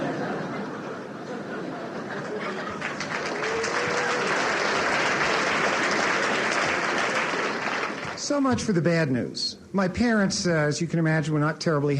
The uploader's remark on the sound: In this audio podcast, recorded at the Academy of Achievement's 1985 Summit in Denver, Colorado